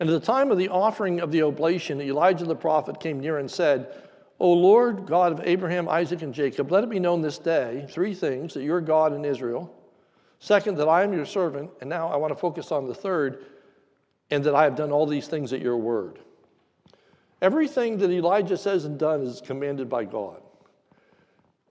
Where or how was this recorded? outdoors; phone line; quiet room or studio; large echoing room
large echoing room